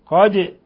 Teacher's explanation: قد الدال تقلقل لسكونها لأنها من حروف قطب جد